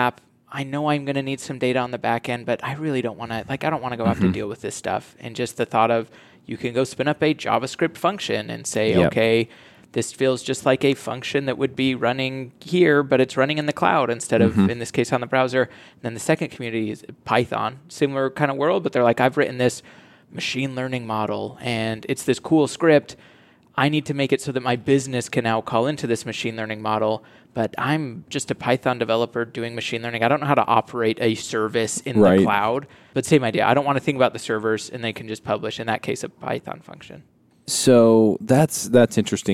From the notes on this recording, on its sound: LIVE at Microsoft BUILD. Coming to you live from the podcast booth at Microsoft BUILD.